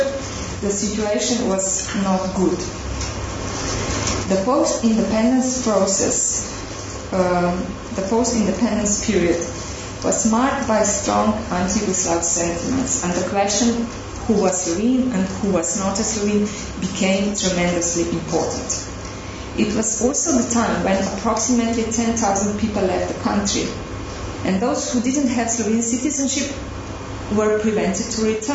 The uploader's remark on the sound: This podcast was recorded at the Refugee Studies Centre's last Wednesday Public Seminar of Michaelmas Term 2011.